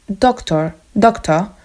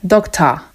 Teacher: Jakby porównać normalny angielski, brytyjski do tego akcentu Cockney, to na przykład oni mają mocną sylabę schwa, to jest takie o na końcu · Shown in: second take · Na przykład jak normalny Anglik powie doctor, doctor, to Cockney powie doctor.